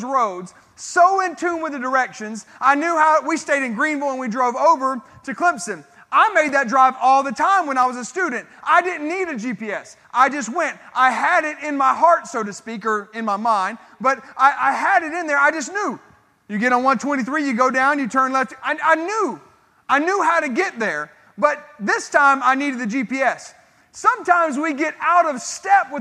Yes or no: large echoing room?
yes